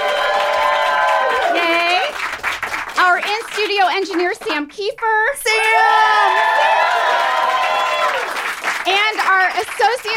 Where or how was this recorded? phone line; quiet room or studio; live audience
live audience